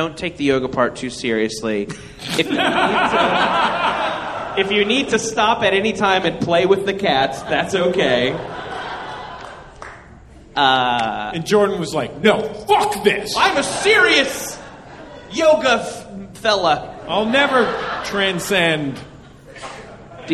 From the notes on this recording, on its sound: Live from Angel City Brewery. Live on stage from the Angel City Brewery in Los Angeles.